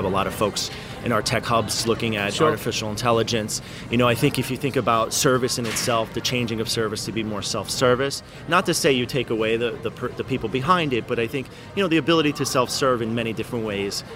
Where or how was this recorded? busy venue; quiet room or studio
busy venue